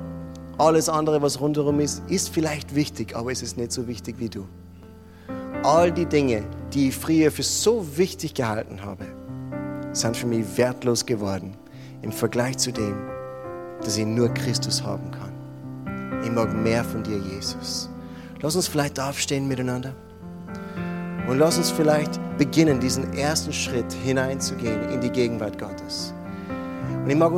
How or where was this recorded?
large echoing room